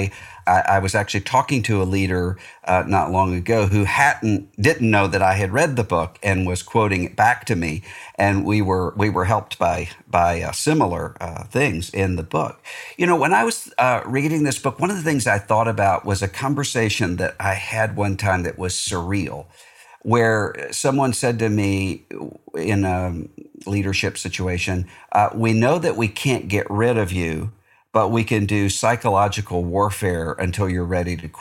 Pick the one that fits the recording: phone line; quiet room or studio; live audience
quiet room or studio